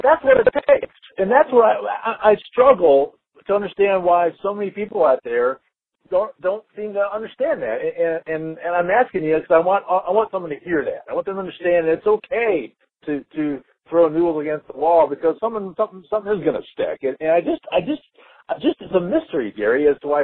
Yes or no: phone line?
yes